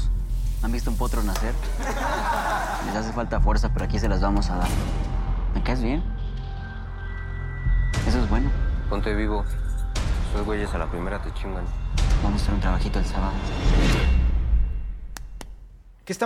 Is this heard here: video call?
no